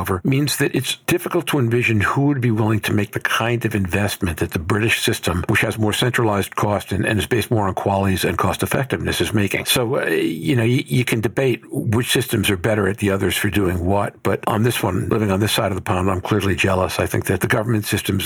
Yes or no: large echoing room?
no